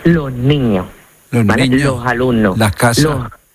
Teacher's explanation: pues en lugar de pronunciarla con la S, lo que hacemos es aspirarla. · Term: S aspirada